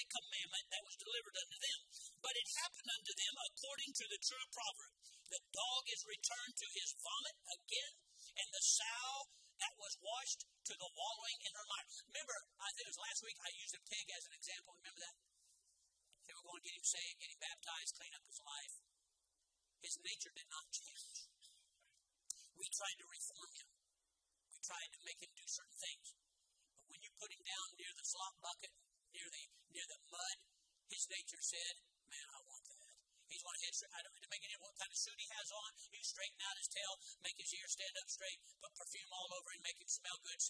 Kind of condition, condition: setting, large echoing room